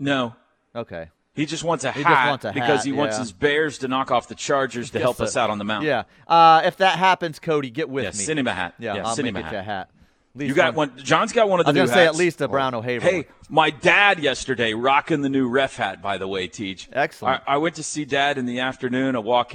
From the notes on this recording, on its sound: LIVE FROM BROWN OHAVER.